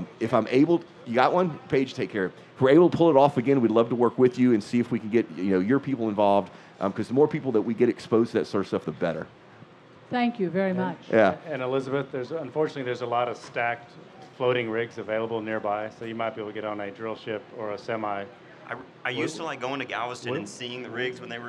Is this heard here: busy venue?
yes